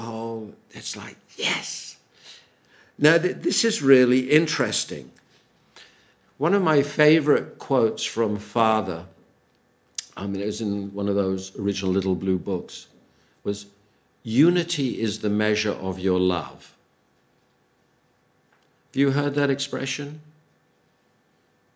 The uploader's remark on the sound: Audio from a sermon in Hatch End.